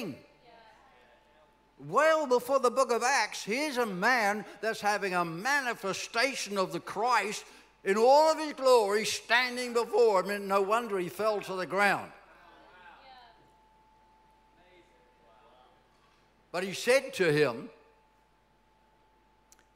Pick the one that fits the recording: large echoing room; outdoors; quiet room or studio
large echoing room